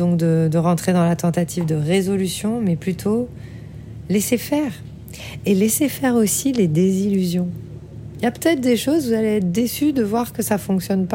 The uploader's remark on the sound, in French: Un épisode en direct du petit port de Hamata en Egypte où nous venons d'arriver après une semaine de déconnexion avec les dauphins, la mer rouge et la beauté des barrières de corail et de leurs habitants.